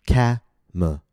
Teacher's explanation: Notice the 2 reduced vowels. 2nd and 3rd syllables.